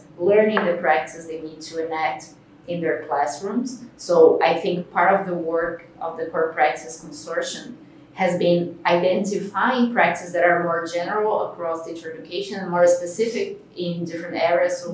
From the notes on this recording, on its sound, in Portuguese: Este episódio foi gravado em São Paulo/SP, no Instituto Singularidades, durante o "Seminário Internacional - Práticas Essenciais na Formação Docente", promovido, em parceria, pela ABMES, Instituto Península, ANEC e Profissão Docente.